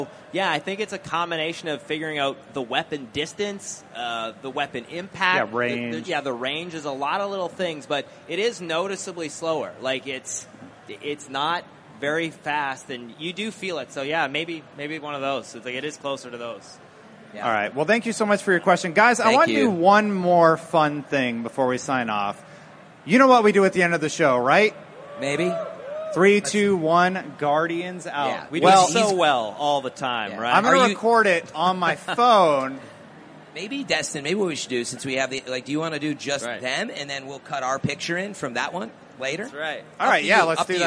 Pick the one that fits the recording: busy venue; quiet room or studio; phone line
busy venue